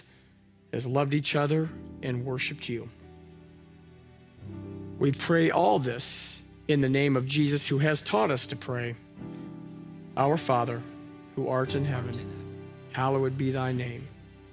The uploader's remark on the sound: Live from our Celebration Ministry Center